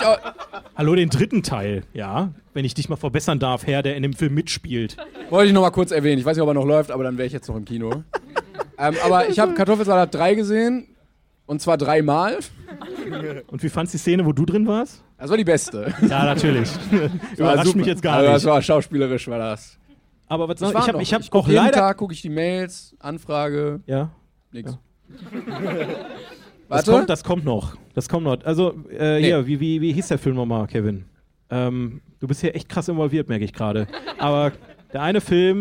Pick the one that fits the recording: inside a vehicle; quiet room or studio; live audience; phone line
live audience